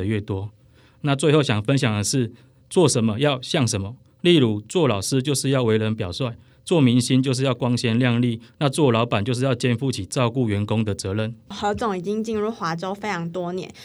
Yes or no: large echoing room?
no